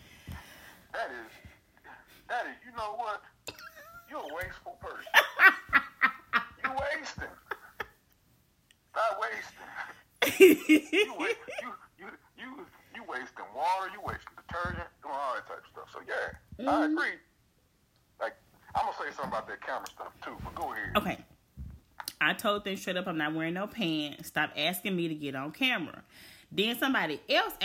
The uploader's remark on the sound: Reconnect after another hiatus but this time over the phone due to the current COVID-19 Self Isolation guidelines.